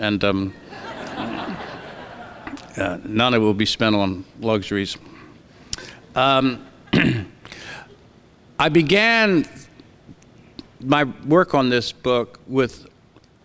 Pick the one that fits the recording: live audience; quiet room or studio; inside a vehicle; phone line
live audience